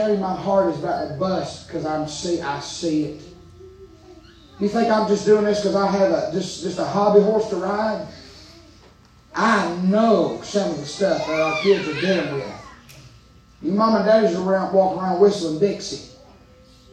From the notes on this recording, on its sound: Preaching live from Still Water Baptist Church.